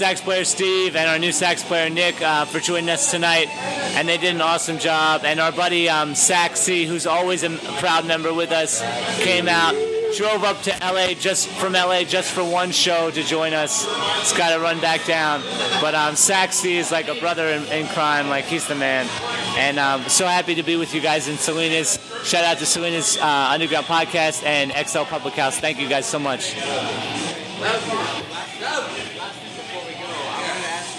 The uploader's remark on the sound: One of the reasons we like to record at XL Public House is, you never know who might walk in the door.